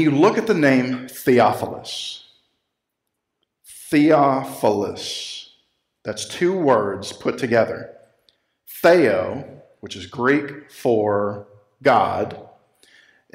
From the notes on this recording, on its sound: Recorded live at Freedom Fellowship Church in Tontitown, Arkansas on Sunday, November 29, 2020.